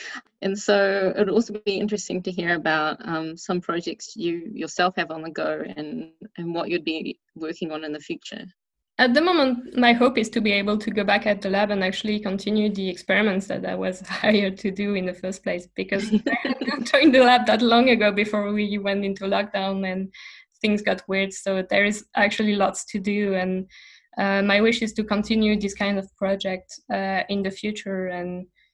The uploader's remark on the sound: In this episode of the review recorded via zoom.